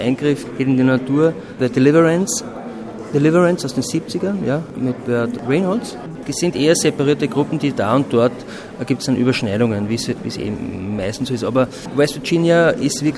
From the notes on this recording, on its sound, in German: In der Sendung zu hören ist ein Ausstellungsrundgang mit den Künstlern und Kuratorinnen. An dem Nachmittag in der Landesgalerie ist neben dem Gespräch auch ein Vortrag zur Fotoserie zu hören.